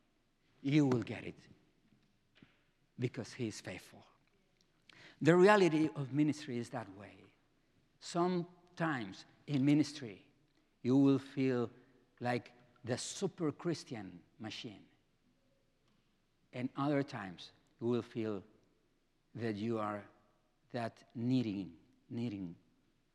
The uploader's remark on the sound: presented by Asbury Seminary Kentucky Chapel, recorded on Thursday, October 12, 2023 at Asbury Theological Seminary's Kentucky campus